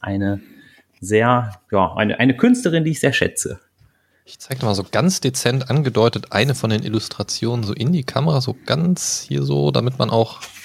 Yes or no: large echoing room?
no